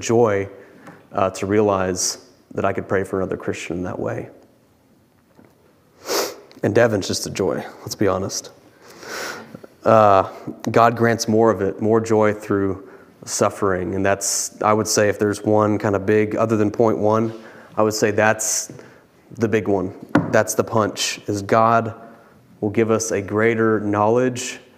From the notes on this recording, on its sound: preached this sermon from the pulpit of Grace Community Church in Berea, KY on Sunday, May 15, 2022.